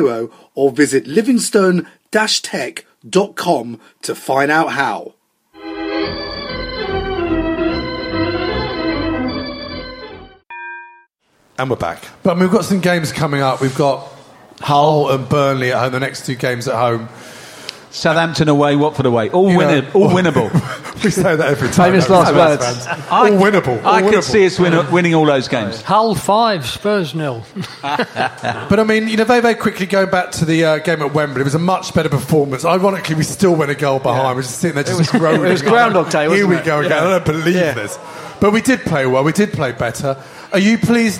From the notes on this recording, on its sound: We bring you tonight's show live from the 100 Club on Oxford St